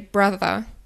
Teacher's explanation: im Cockney-Rhyming-Slang spricht man das TH nicht, dann spricht man F